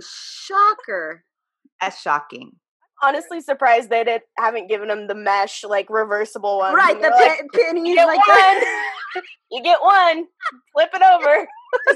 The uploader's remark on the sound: On our latest Zoom’d episode.